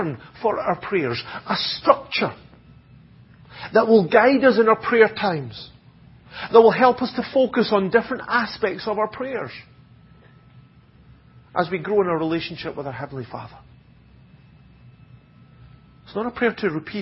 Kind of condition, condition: setting, large echoing room